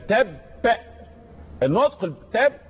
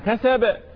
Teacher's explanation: يبقى تب النطق تب عشان الباء مشددة إنما كسب الباء ساكنة وليست مشددة